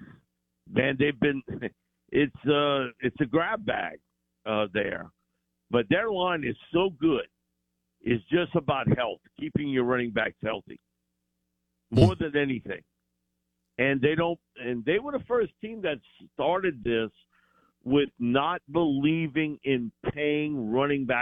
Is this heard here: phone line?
yes